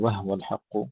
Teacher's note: والحق أيضا نرقق الحاء جيدا قبل القاف المفخمة